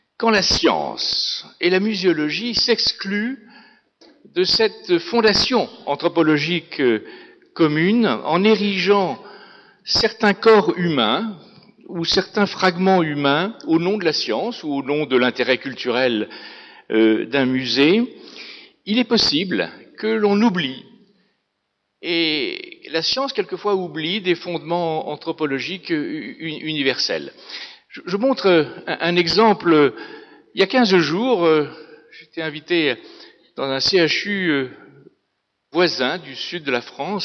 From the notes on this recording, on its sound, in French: Intervention enregistrée le 7 novembre 2012 dans le cadre du colloque « Les collections anatomiques : de la connaissance à la mise en valeur ».